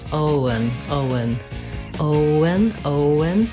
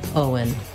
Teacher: So it just happens naturally as I move from O to un, Owen, that the W comes in